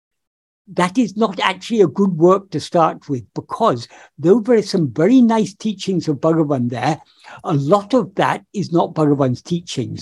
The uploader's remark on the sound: In a Zoom meeting with the San Diego Ramana Satsang on 7th August 2022